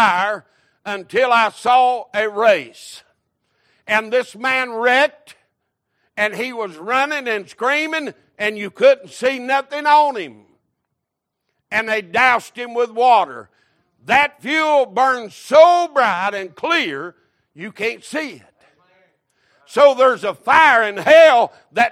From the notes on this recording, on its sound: Recorded March 19, 2023 - Sunday Morning Service